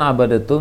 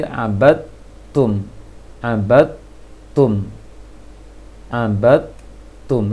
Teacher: dalnya tidak boleh dipantulkan karena dalnya sudah tergabung ke ta · Shown in: second take